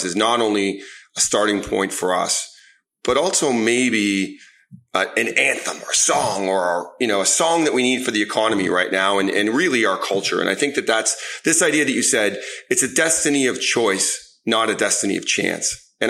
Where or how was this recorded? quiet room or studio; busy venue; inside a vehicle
quiet room or studio